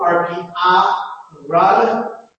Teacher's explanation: Cardinal vowel number 5, open back, unrounded vowel, also used for RP, rod.